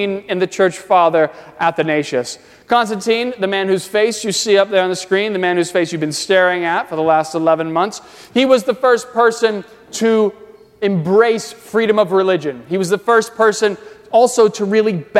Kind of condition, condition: setting, large echoing room